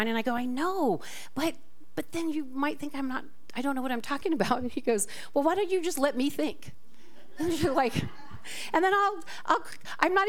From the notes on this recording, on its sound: This talk was recorded live at the Center for Spiritual Living Prescott on February 4, 2024.